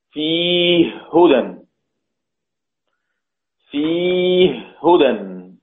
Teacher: أدغمنا الهاء في الهاء فصارت هاء مشددة